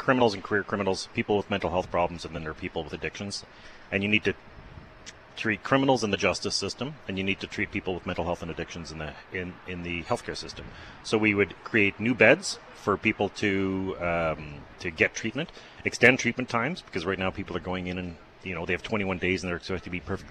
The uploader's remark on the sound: LIVE from Portage & Main